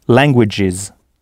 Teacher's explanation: Et donc au pluriel languages, avec le son final is.